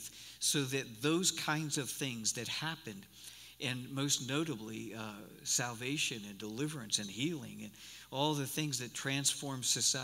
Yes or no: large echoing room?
yes